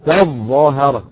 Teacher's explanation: وان تظاهر علي، تظاهر اصلا، وان تتظاهر حذفت التاء، او ان تظاهر ادغمت التاء في الظاء بالظاء مشدده